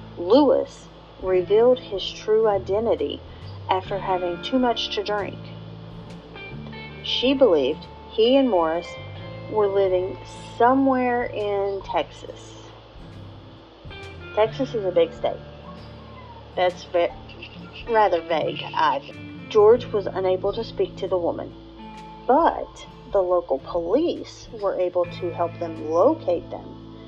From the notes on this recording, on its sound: I apologize for the background noise. I tried recording at a different time and my 3-year-old wasn't cooperating.